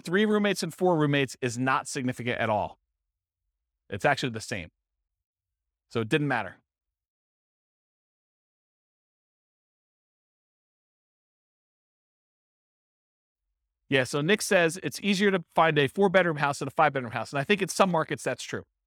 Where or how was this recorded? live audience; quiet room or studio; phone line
live audience